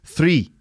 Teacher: There's the R in three, pronounced with that sort of rhotic R sound.